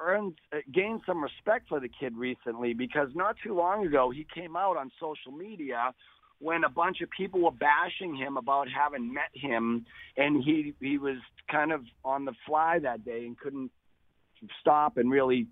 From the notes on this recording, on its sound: He called in today